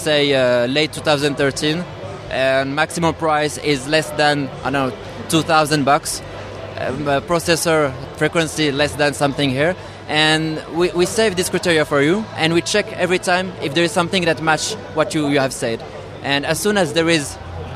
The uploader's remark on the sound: A special episode of the Maccast with the third day of interviews from the expo floor at Macworld/iWorld 2014.